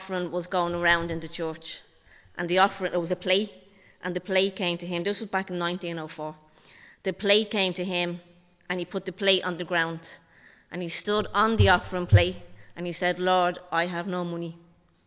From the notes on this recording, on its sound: Recorded live in Liberty Church on 5 February 2023